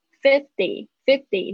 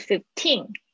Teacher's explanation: 它有一个鼻音，n 的声音，然后重音在后面 · Shown in: second take